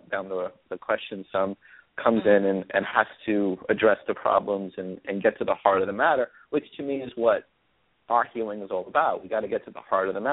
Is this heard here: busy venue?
no